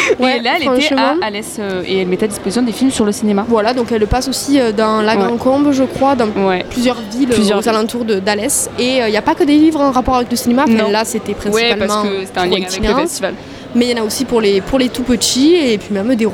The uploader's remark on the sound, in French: 3e épisode en direct du Festival Itinérances d'Alès